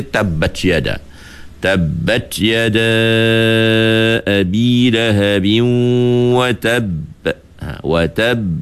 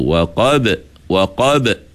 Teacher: Sebab huruf itu huruf syiddah, sifatnya tertahan suara. Sebab itu bila dia bersabdu, kita macam tertahan sekejap kerana nak menyatakan sabdu pada huruf qalqalah itu. · Shown in: first take · Contohnya yang selalu kita baca, tabbat yada, tabbat yada abi lahabin wa tab, wa tab, sekejap tahan.